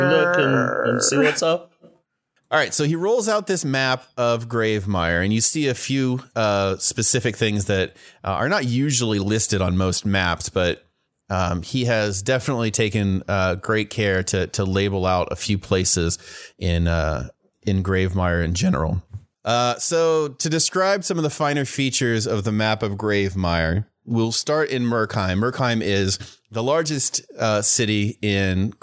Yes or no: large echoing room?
no